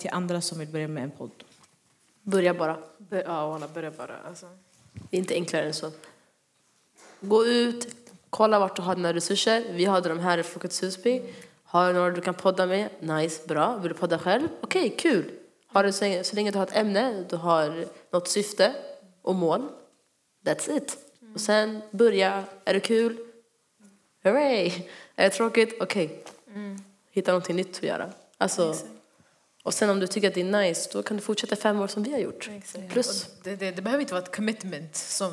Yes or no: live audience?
yes